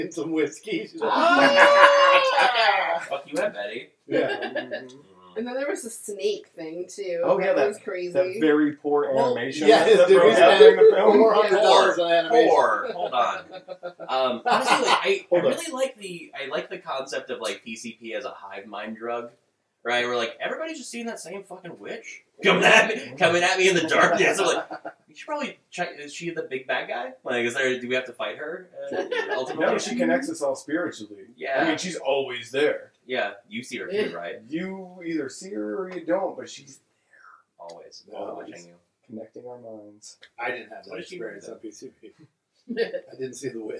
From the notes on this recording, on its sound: Maybe not the best audio that we've every done. This week we invite several friends over to watch Disco Godfather.